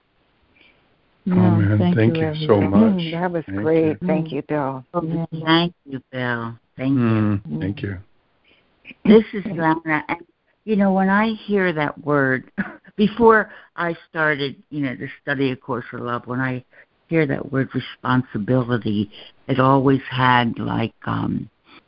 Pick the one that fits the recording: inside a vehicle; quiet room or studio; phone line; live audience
phone line